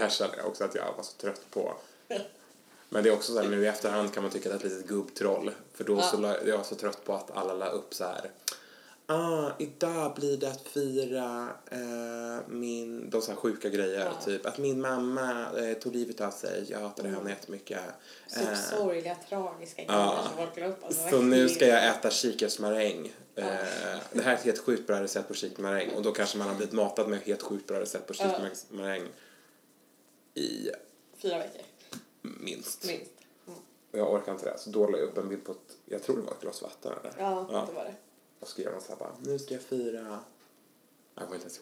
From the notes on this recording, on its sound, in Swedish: Vi är tillbaka med lika dålig ljudkvalitet som vanligt